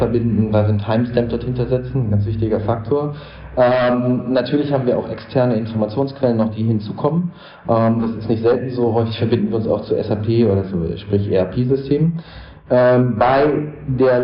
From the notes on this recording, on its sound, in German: Bitte entschuldige die eher mäßige Tonqualität des Interviews, das unser erstes direktes Face2Face Interview war. Hier werden wir definitiv technisch für die Zukunft noch einmal aufrüsten.